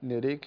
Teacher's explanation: انتبه أن تقلل النون وإنما التقليل في الراء فقط